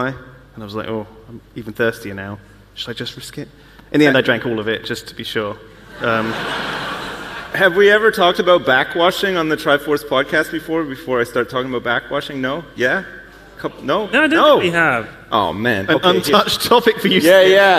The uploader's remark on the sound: Live from YogCon